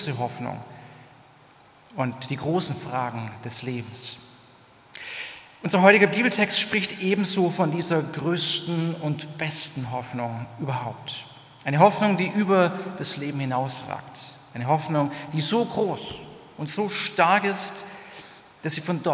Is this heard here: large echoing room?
yes